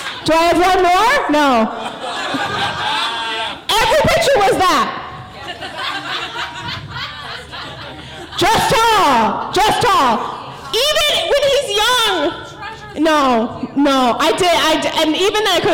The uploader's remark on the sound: The first ever crushes live show was recorded in January of 2020